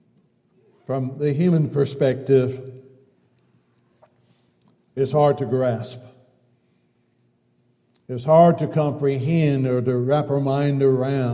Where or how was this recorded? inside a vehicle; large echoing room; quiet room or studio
large echoing room